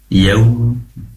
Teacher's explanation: Yauma, pastikan layin ya, karena ada wawu sukun yang didahului oleh fathah, dibaca lunak.